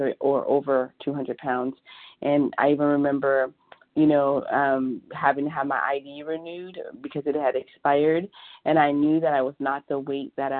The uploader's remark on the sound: 100 Pounders Phone Meeting.